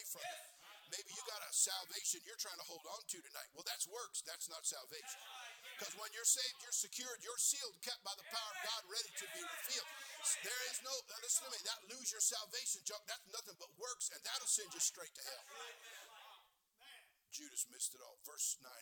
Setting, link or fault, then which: setting, large echoing room